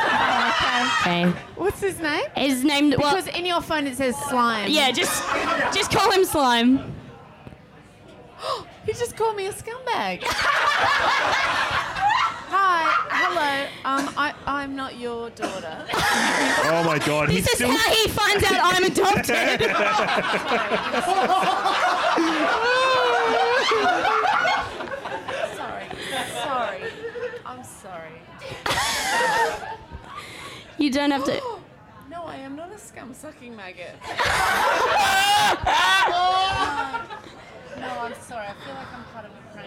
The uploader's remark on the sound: MELBOURNE LIVE POD. We did a live pod.